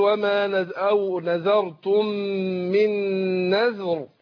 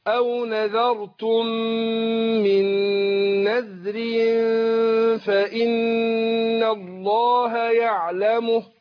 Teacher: في الوقف هتفخم الراء، في الوصل ترقق